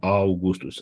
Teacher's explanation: Augustus trebuie pronunțat într-o răsuflare, că e diftong.